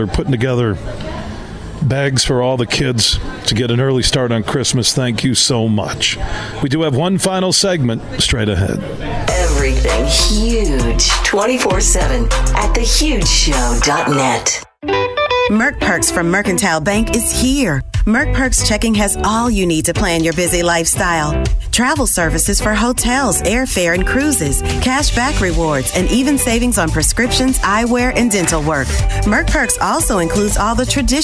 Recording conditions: busy venue